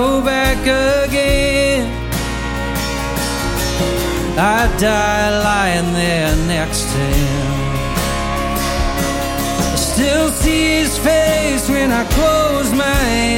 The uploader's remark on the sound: recorded live in concert